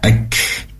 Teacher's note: Dan kafnya pastikan keluar nafas atau udara. Ak.